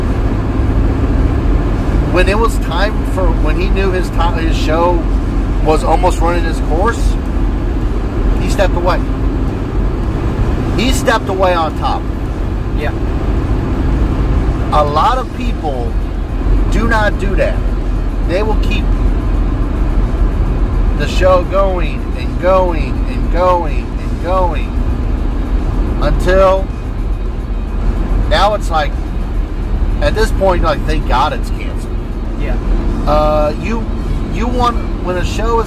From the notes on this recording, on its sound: Road to Charlotte. Joins the car ride to Charlotte and we turn on the voice recorder and see what happens.